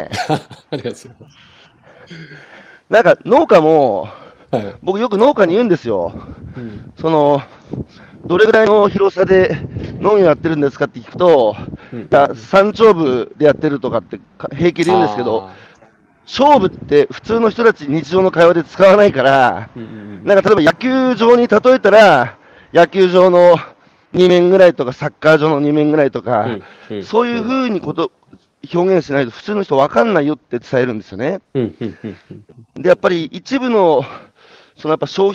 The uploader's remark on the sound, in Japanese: 歩きながら1時間、対談する